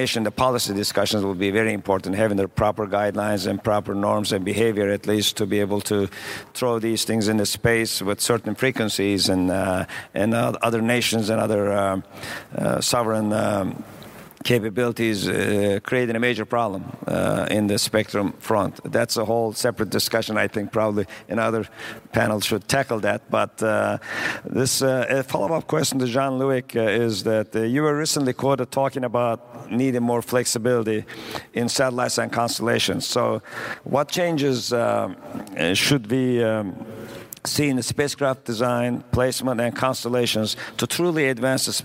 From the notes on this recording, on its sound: A special podcast from the International Astronautical Congress in Washington. We’ve edited the recording removing individual introductions to keep the podcast within a reasonable length.